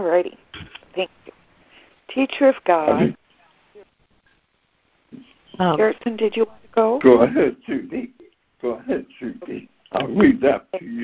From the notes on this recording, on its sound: ACIM Daily Conference Call